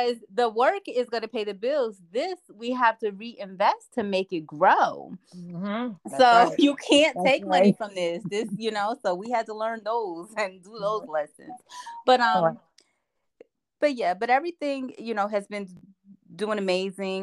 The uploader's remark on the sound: PLEASE FORGIVE US FOR THE TECHNICAL ISSUES WE HAD DURING THE INTERVIEW